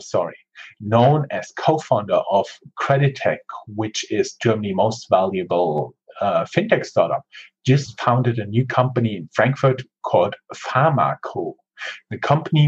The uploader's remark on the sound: This is again the audio rip from our Google Hangout. This time it did not work out as good, as we expected, but we will work on the quality.